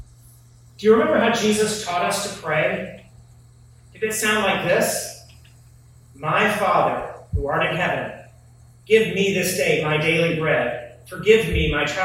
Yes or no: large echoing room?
yes